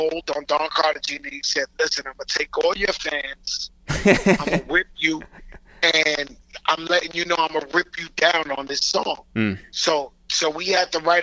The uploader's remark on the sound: We make calls from our Upper West Side apartment. We get on the phone with Hot 97/ESPN/WWE personality. We get a live look in at him in the kitchen.